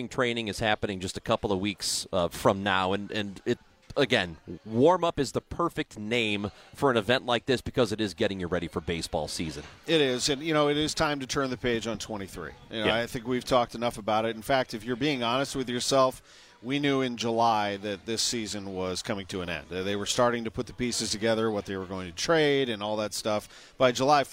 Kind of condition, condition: setting, busy venue